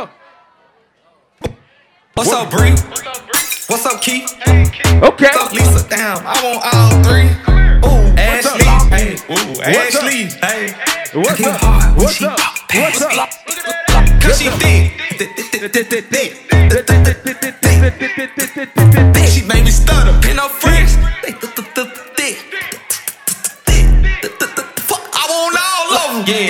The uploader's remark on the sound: AFRO BEATS AND VIBES LIVE AT THE CAMP IN HUNTSVILLE AL LAST HR MIX SESSION.